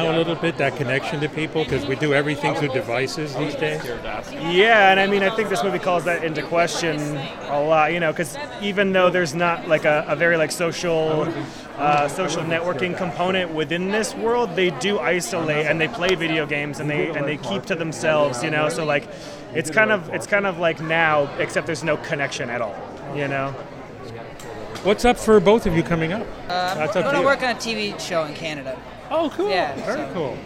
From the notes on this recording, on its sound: Red carpet interviews taped at Tribeca Film Festival